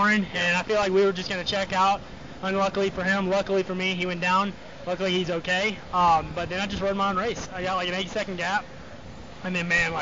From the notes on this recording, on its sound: Sorry for the audio quality.